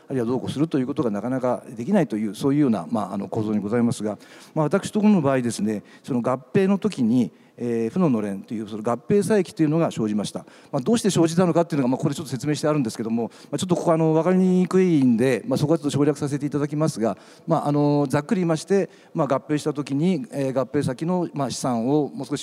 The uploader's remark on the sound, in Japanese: 東京証券取引所で開催した「J-REITファン2017」に登壇した